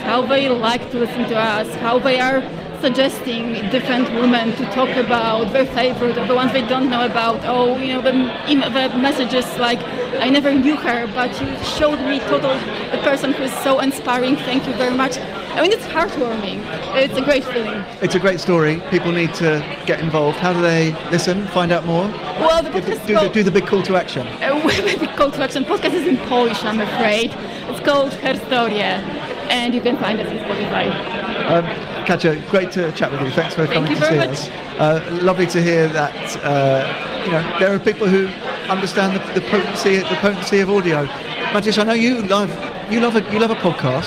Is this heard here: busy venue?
yes